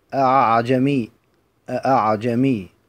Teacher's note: تقرأ بتحقيق الهمزة الأولى مع تسهيل الهمزة الثانية بين الهمزة والألف